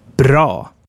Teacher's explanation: The A in bra is a dark vowel spoken pretty far back. Furthermore, the mouth is pretty much open.